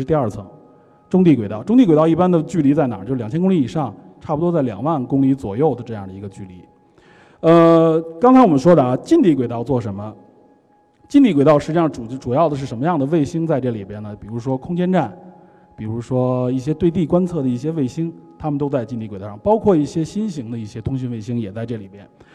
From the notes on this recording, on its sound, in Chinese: 前段时间我们非常荣幸的受到中国科技馆的邀请，在科技馆的四层航天科技展区现场做了一期现场讲解版的电影真探节目。主要面向全国各地的中小学生及老师和家长，做一次包含互动的现场电影真探秀。这次是第一次对这几百人的大中小观众边聊边互动。